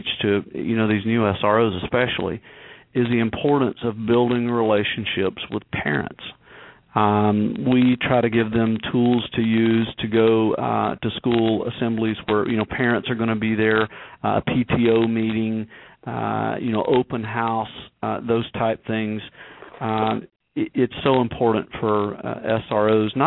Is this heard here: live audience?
no